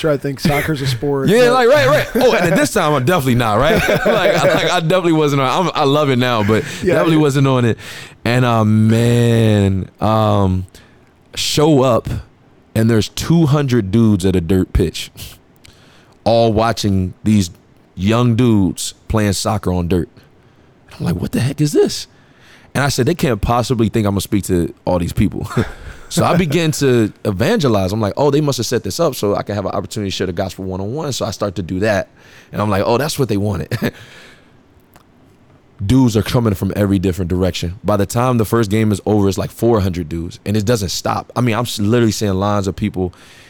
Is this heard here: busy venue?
yes